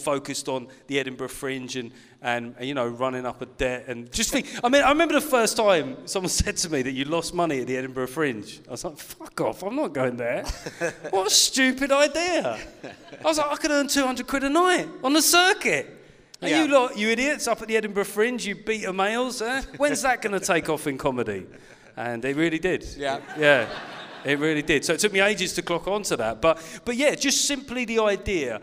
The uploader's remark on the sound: Back on stage in front of an actual audience at the wonderful Clapham Grand.